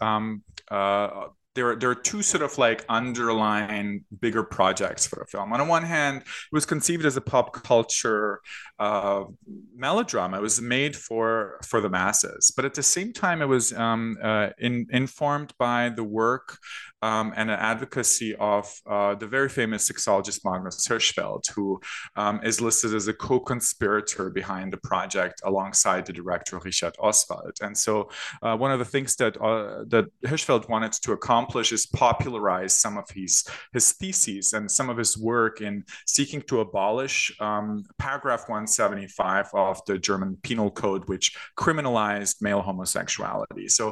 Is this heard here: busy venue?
no